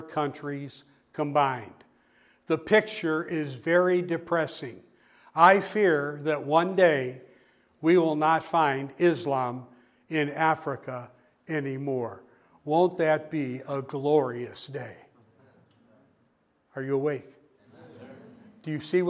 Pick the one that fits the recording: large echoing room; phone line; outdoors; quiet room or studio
large echoing room